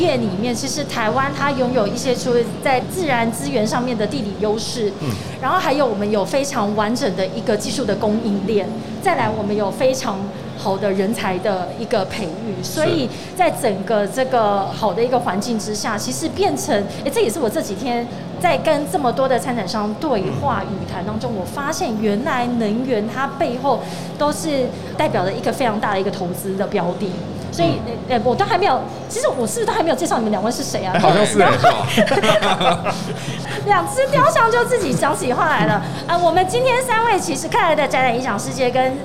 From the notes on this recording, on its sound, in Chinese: 2021 Energy Taiwan智慧能源週-Live Podcast。